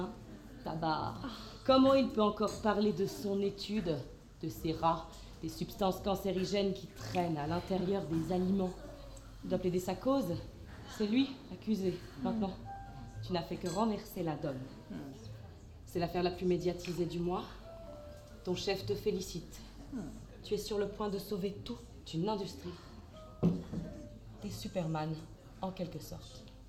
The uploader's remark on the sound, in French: Enregistrement sonore du spectacle Europe connexion. Réalisation sonore en binaural.